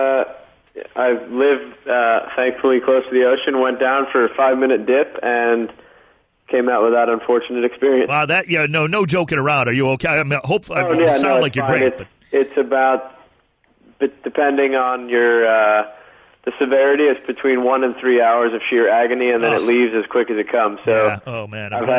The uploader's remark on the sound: calls